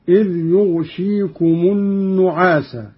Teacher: قرأ قالون بإسكان الغين وكسر الشين مخففة